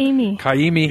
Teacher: There's that Hawaiian glottal stop in there